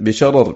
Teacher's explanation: وأمال أيضا فتحة الراء في سورة والمرسلات بشرر من أجل جرة الراء الثانية بعدها